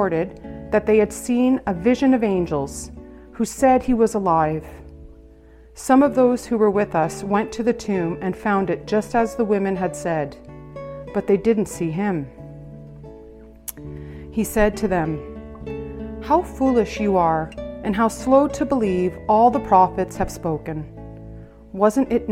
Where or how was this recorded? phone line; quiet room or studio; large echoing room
large echoing room